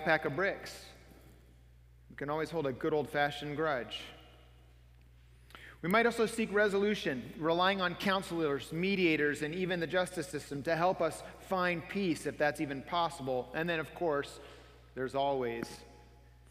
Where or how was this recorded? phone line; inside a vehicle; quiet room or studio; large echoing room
large echoing room